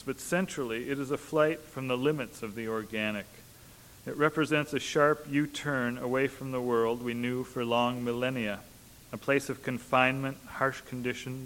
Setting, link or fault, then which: setting, large echoing room